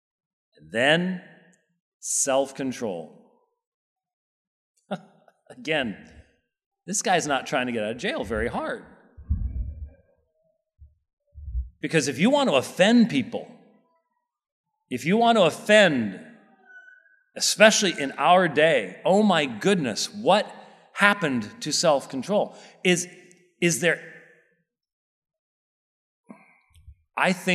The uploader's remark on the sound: This sermon was preached at Covenant Bible Church on the Lord's Day, May 7th, 2023.